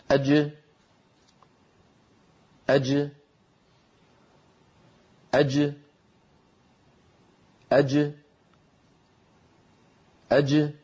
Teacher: الجيم تخرج بتباعد وسط اللسان عما يحاذيه من الحنك الأعلى · Term: حرف الجيم